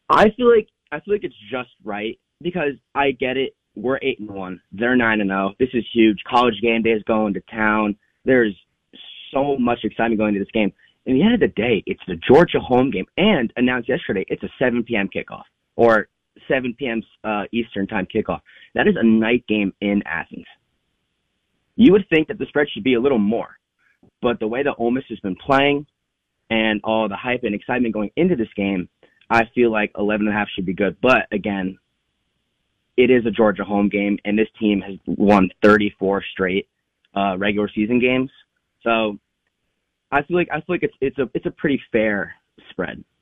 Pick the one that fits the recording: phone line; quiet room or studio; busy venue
phone line